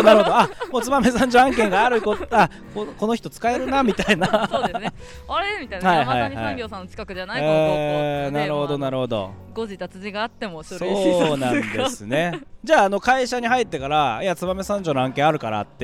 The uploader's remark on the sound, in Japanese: 公開収録3日目！工場の祭典。